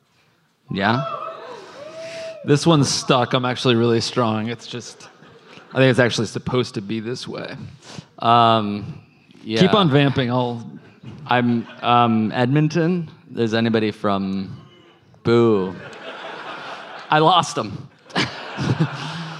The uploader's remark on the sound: Live on stage as part of Just for Laughs comedy festival in Montreal.